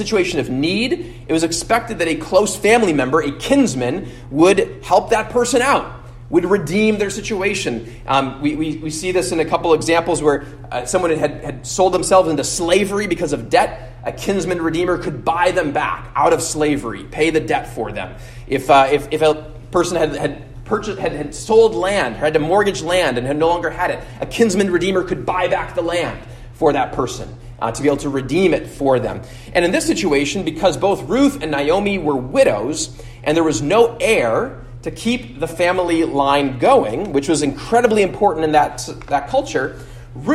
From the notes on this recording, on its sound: at Immanuel Lutheran Church in Pasadena, CA